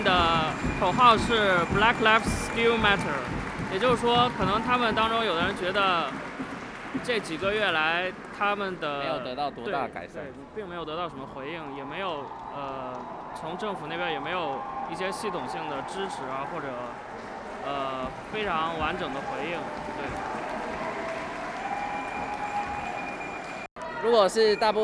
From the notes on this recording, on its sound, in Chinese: 直衝現場讓大家親耳體驗現場抗議的情形。搭配英國下午茶的氣氛。